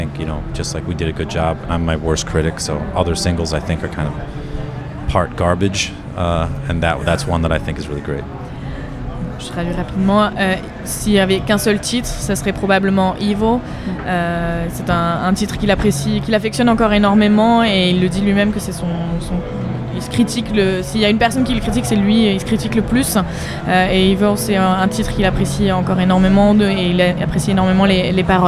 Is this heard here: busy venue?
yes